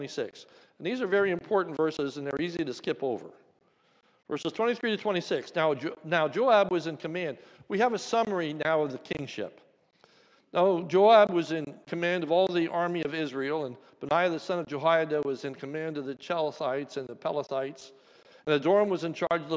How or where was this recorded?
large echoing room